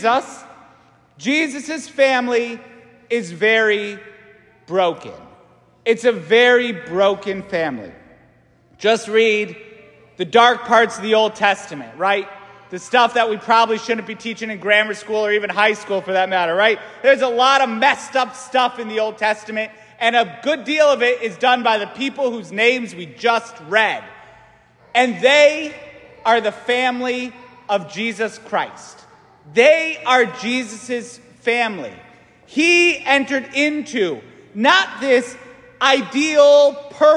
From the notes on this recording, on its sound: St Francis Catholic parish homily